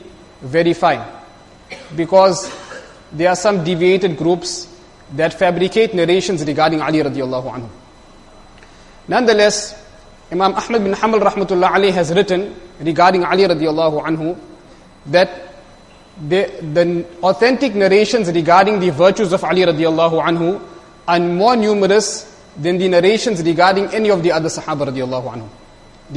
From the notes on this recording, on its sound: Jumuah lecture